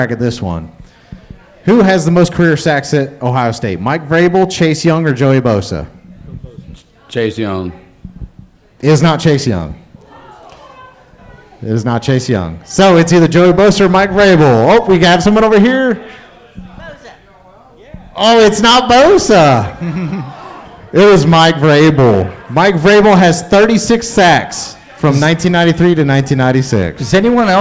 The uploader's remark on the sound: Purdue Pre-Game LIVE from Turtle Creek Tavern.